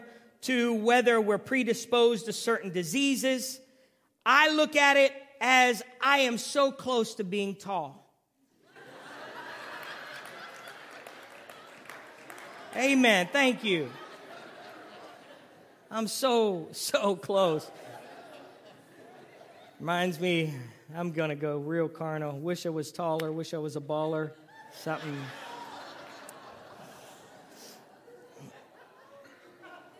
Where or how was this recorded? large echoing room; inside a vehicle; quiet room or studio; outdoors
large echoing room